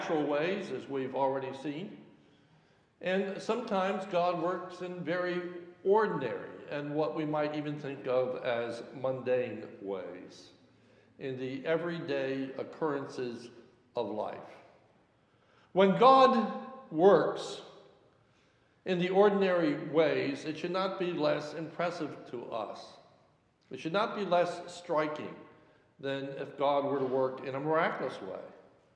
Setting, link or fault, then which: setting, large echoing room